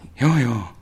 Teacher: Ei, kyllä me pystytään myös sisäänpäin hengittämään puhumaan. Suomalaiset tekee sitä aika paljon · Term: puhuin sisäänpäin